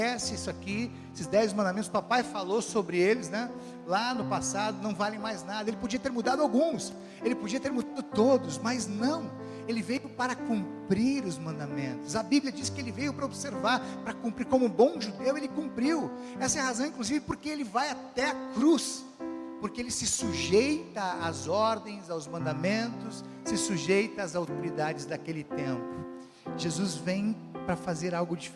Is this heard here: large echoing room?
yes